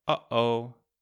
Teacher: In English, you hear it when you say things like, uh-oh. It's the sound where you stop the air in the middle and then release it again. · Term: glottal stop